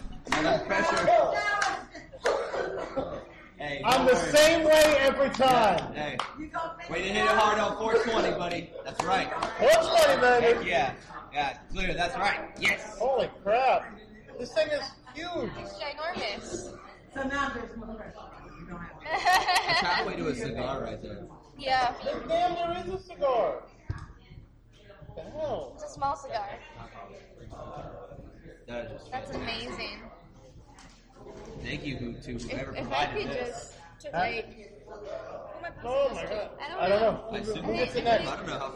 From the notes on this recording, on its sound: we were able to record an entire episode inside a dispensary